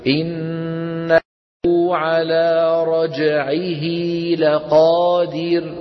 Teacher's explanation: نعم، قبلها فتحة وبعدها فتحة، فنطول الضمة حتى يتولد منها واو في النطق